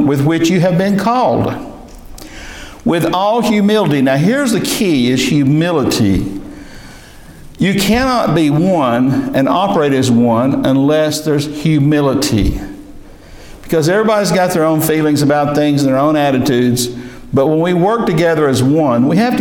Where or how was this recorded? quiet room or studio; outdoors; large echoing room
large echoing room